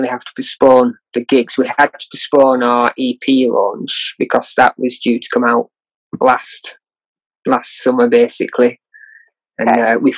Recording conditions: drop-outs